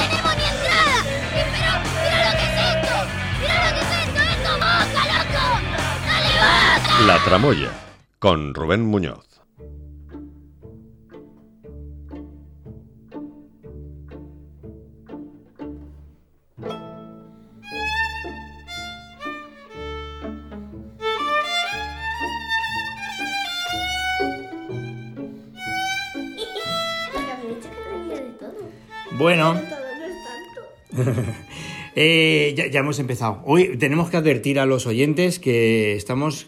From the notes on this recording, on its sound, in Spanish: Nos desplazamos a Salón del Cómic 2024 en la Feria de Muestras de Valencia donde comprobamos de primera mano el amplio publico que llena el recinto ya desde la apertura de puertas